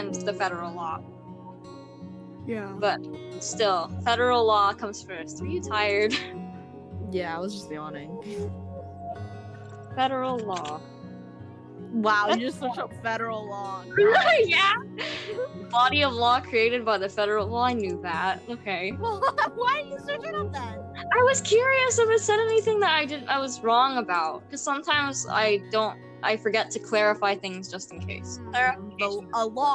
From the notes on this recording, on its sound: If you notice the audio is a bit wonky, it's because there are a lot more cuts in the audio than we usually have (from connection problems, random silence, and just us saying a bit too much on accident 0-0).